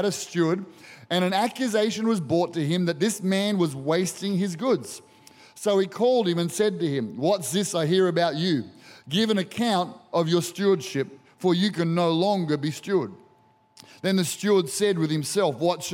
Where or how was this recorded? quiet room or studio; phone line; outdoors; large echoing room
large echoing room